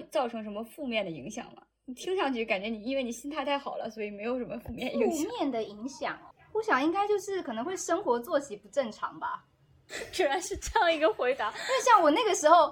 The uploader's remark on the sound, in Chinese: 本期录音环境不佳